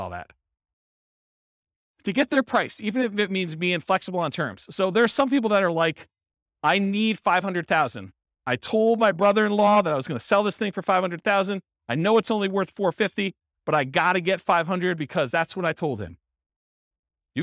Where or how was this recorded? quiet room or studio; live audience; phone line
live audience